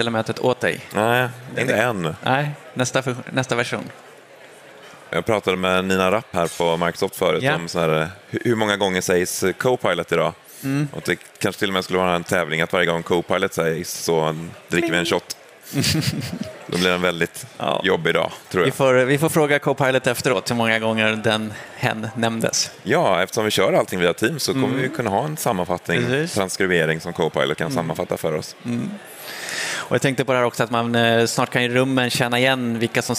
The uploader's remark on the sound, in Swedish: Live från Teamsdagen 2023